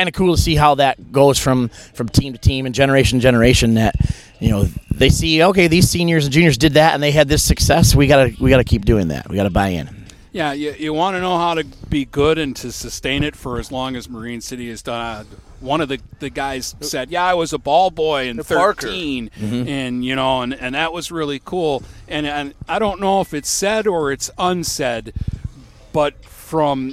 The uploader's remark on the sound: Live From Marine City Football Camp!